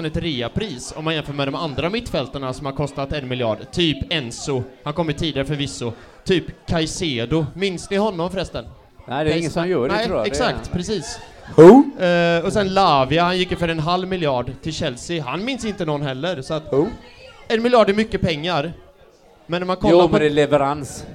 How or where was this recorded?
busy venue